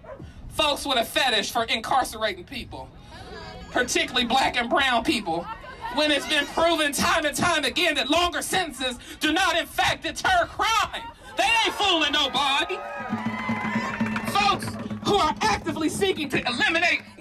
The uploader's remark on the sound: The message was loud and clear at Wednesday’s spirited rally protesting this week’s move by Congress to block the implementation of new criminal justice reforms in DC. We’ve got an audio postcard from the rally.